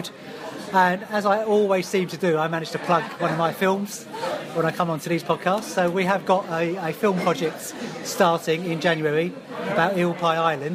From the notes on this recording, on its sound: Canaries pre-match Podcast from the Pub. This week's podcast was recorded deep, deep in THUGBY territory, but thanks to the staff at The Cabbage Patch in Twickenham for thief excellent hospitality.